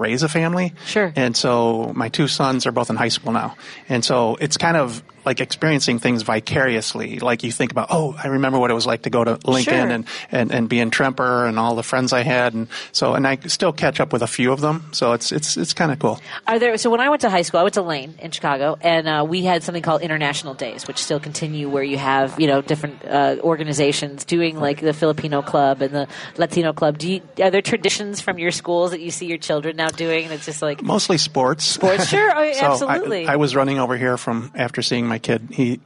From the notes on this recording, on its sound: live at the Kenosha Comedy Club at Wyndham Garden Kenosha Harborside